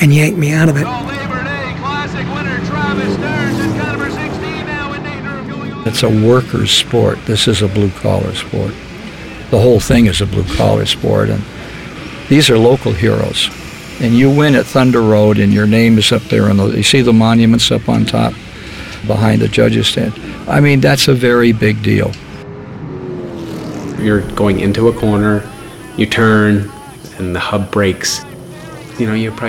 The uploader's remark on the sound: There’s sound recorded from the booth during the Milk Bowl, 2013. Sounds recorded at Thunder Road.